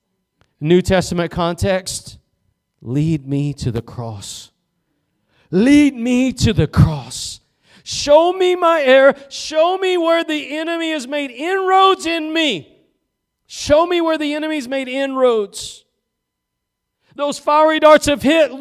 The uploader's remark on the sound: Preached at Gospel Lighthouse in Bossier City, La.